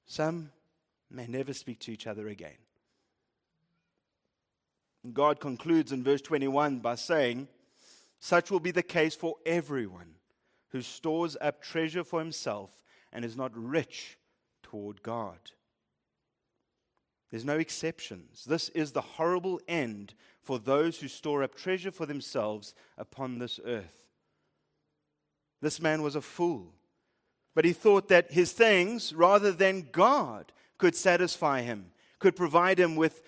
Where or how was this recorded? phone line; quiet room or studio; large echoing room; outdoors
large echoing room